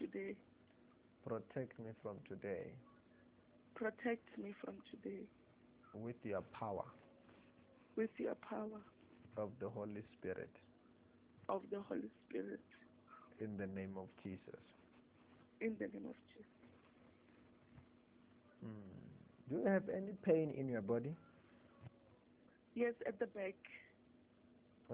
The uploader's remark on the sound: Deliverance over the phone in JESUS NAME.